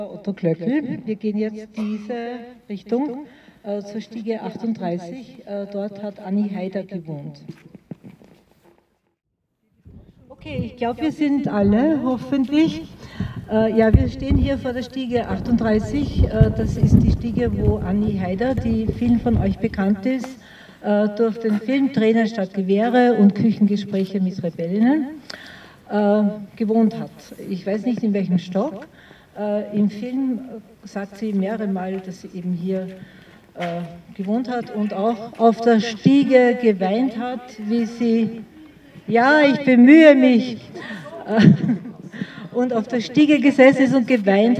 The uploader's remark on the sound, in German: Im Goethehof in Wien-Kaisermühlen. Diesmal in Form eines Rundgangs durch den Goethehof. Leicht gekürzte Aufnahme aller Reden und Musikbeiträge an allen Stationen des Gedenkrundgangs.